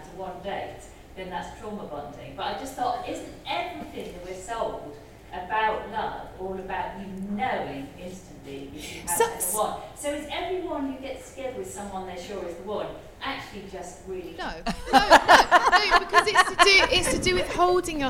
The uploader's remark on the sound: Live at the Turner Contemporary as part of the Margate Bookie literary festival. Live at the Margate Bookie. Live at the Turner Contemporary as part of the Margate Bookie literary festival.